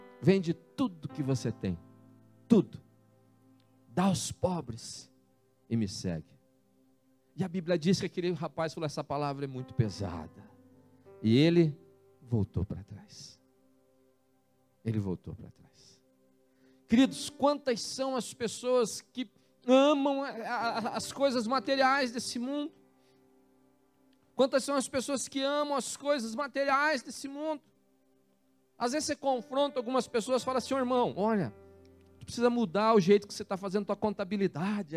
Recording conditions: large echoing room